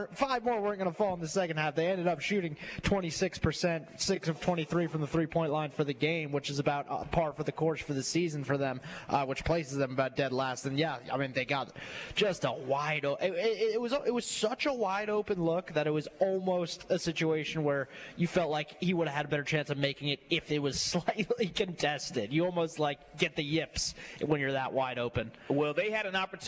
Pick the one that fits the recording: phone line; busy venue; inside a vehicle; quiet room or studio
busy venue